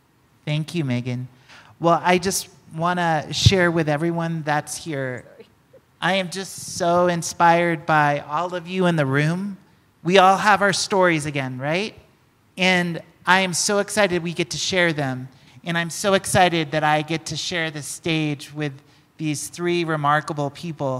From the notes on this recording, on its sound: in a panel at the recent MetaECHO conference in Albuquerque, New Mexico